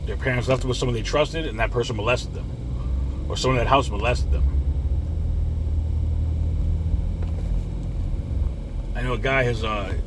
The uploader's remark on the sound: In this CarCast